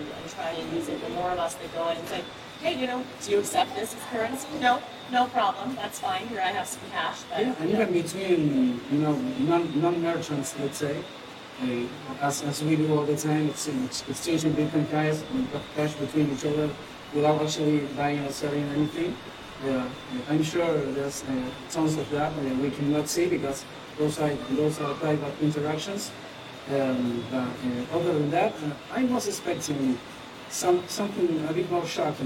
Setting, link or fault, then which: fault, background noise